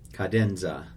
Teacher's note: You still have the Z sound in there, but it's not one that you dwell on. · Term: one Z